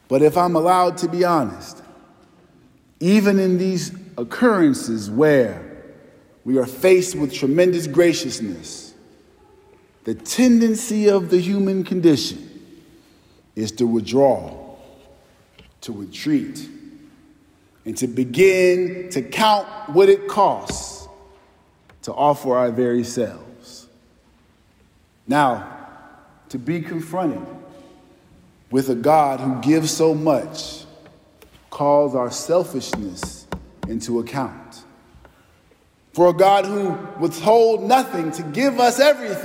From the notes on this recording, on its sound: preached at our celebration of the Holy Eucharist on the Fifth Sunday in Lent